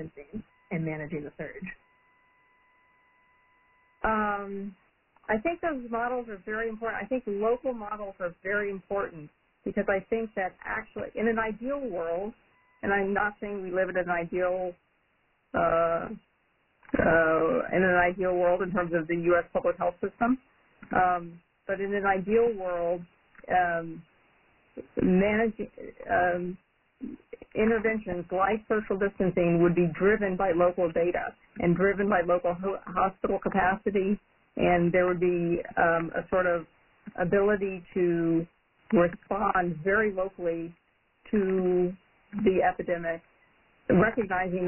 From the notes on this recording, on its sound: Coronavirus (COVID-19) Press Conference. This call was recorded at 11:30 am Eastern Time on Thursday, March 26.